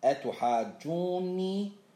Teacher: هنا لا بد من المد، شنو اللي الذي يمد؟ الواو